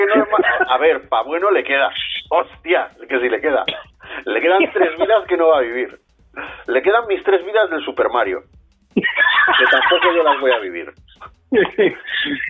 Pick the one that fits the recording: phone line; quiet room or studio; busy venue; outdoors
phone line